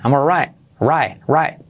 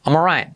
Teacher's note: Yes. Lo dicho, esa T a final de palabra suele pasar en muchas ocasiones que o bien se omite o se pronuncia muy ligeramente